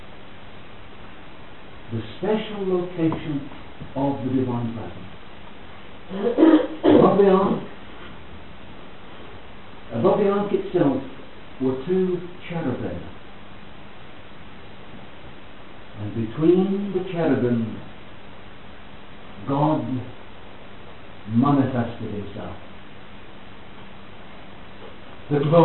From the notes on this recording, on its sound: Please note that the audio is of poor quality.